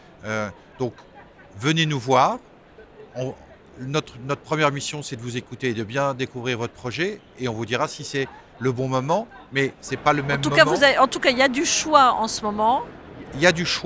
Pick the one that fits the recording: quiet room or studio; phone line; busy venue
busy venue